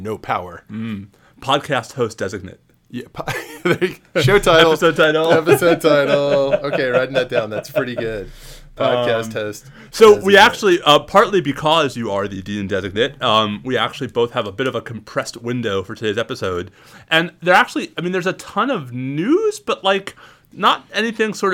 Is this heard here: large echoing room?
no